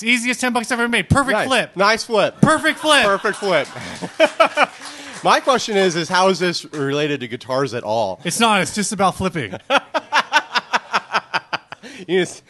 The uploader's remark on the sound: We recorded this live at Tiger!